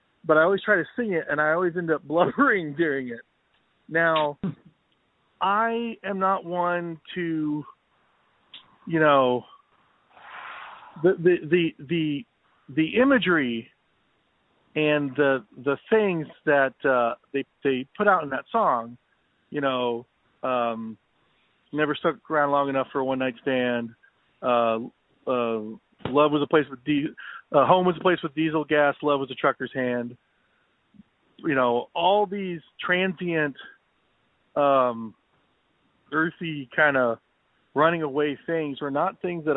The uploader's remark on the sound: A special phonesode!